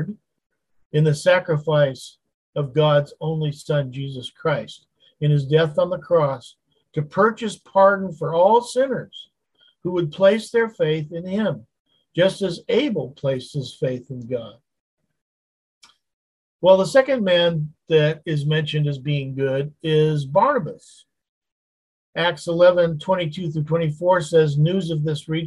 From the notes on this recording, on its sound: Wednesday Zoom study.